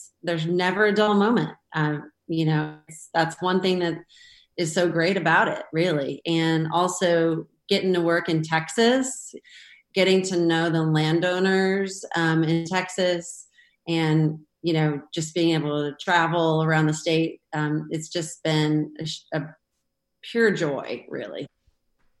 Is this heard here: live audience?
no